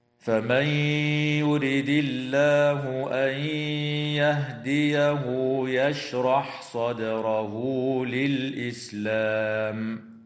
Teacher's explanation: وتقلقل الدال في كلمة صدره، وتظهر لام التعريف في كلمة للإسلام.